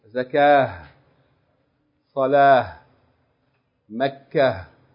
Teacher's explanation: you do not pronounce the tanween, nor do you pronounce the tarmabuta like ta. But rather, you pronounce it like ha.